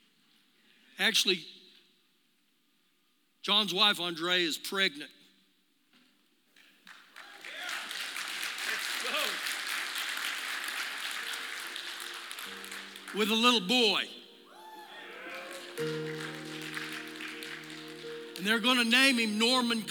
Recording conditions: large echoing room